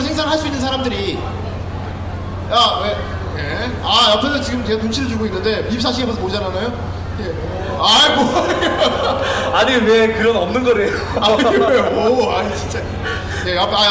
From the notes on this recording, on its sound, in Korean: 부천만화축제 Live